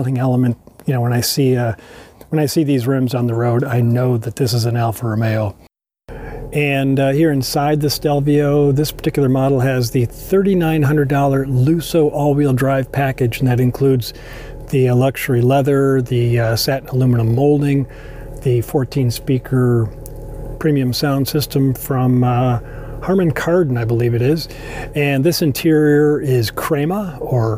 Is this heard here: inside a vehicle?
yes